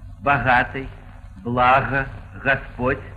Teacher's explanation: То есть «г», а не «г», «га», а не «га». Длительный «г», то есть «га», который можно назвать звонким «ха», может произноситься наряду с «ге» взрывным в некоторых словах, очень немногих.